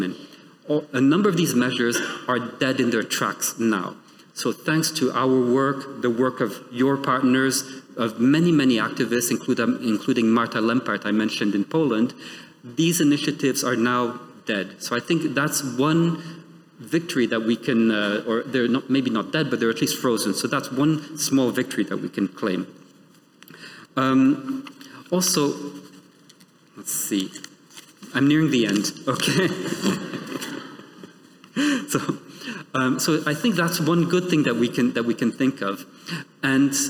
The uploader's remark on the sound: The following episode is a recording of the event